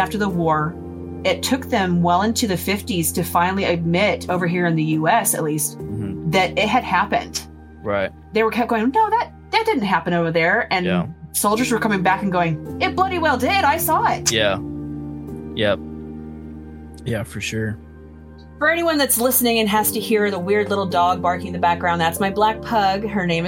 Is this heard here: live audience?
no